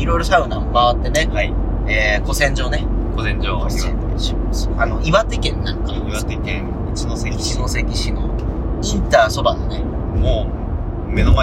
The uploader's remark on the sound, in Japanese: ドライブトーク in 仙台。東北のサウナを視察中！すこし音声が聞きづらいのですが、ぜひ一緒にドライブしている気分で聴いてみてください。